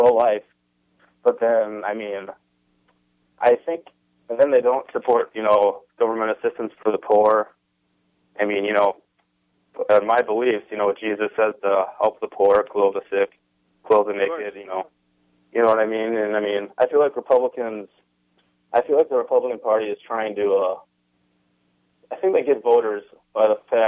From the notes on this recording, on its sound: The debate heated up with callers and hosts alike